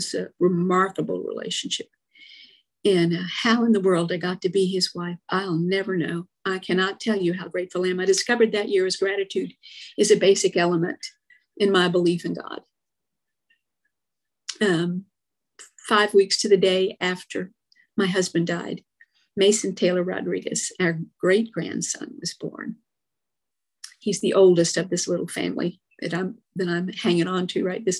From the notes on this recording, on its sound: From Addison AFG, Dallas, TX shares her experience, strength and hope on zoom.